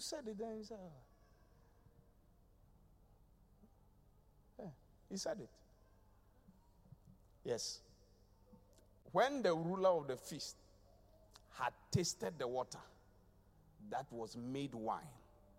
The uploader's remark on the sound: Preached at the Qodesh